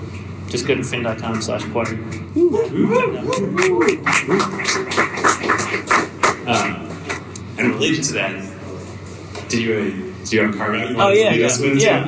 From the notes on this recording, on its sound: Our first-ever SF live show. In front of a packed house. Note: the audio quality is a little rough due to some A/V issues at the live show.